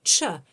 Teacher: ch is what's called an affricate, as it starts off as a stop and then the air is released to make the sound. Affricates are effectively a mixture of a plosive and a fricative.